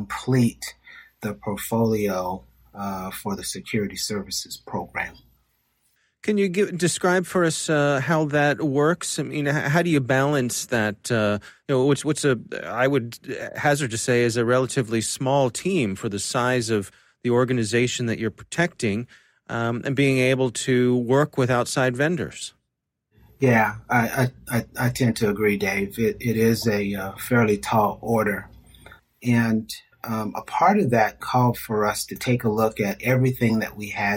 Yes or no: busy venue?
no